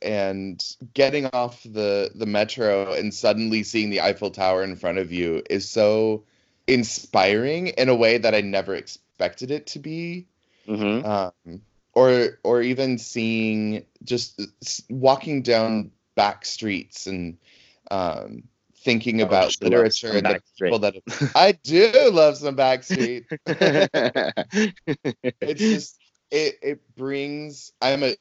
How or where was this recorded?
video call